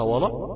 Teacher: طبعا اللا تفخمت والواو كمان بتاعتها تفخمت